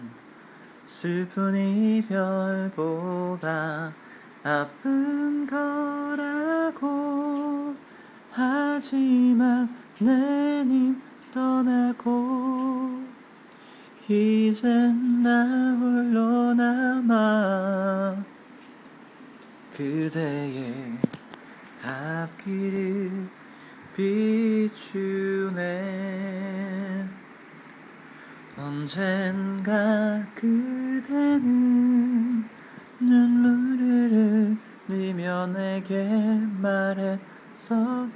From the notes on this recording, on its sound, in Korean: 아이를 팔에 안고, 아이폰을 손에 들고 녹음한거라 음질은 별루네요.